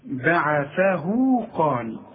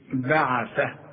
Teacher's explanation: لما تكون اله بين متحركين؟ امدها مقدار المد الطبيعي · Shown in: first take · Term: مد الصلة